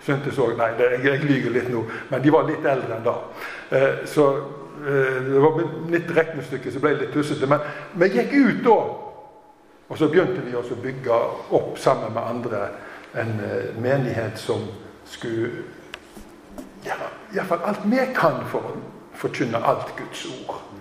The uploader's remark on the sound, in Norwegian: Tale i Zoar 29. oktober